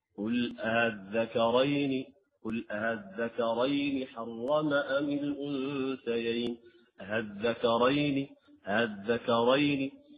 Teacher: يجعل الثانية مسهلة بينها وبين الألف · Term: تسهيل الهمزة الثانية